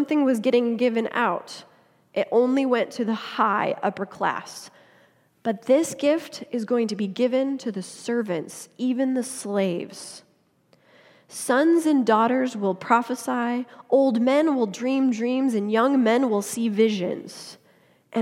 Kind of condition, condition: setting, large echoing room